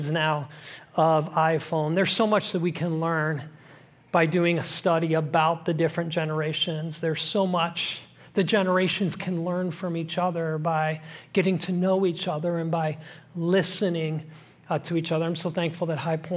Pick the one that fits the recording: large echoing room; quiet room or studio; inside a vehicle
large echoing room